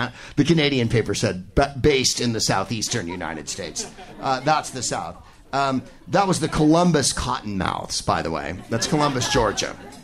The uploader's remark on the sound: Live from the Punchline in San Francisco